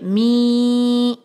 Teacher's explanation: میم کا دو کسرہ ہم ملائیں گے یا کے ساتھ تو یہ ہو جائے گا می می، اور جو ہے ادغام کی وجہ سے ہم نے اس کو آواز ناک میں لے کے گئے، اور می نہیں کرنا می نو، بلکہ ناک میں آواز جانی چاہیے می.